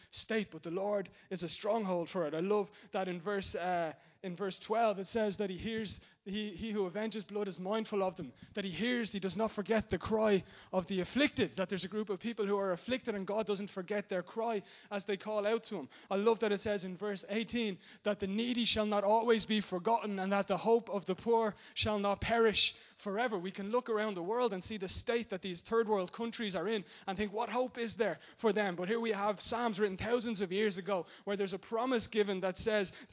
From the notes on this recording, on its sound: Recorded live in Liberty Church on 12th May 2019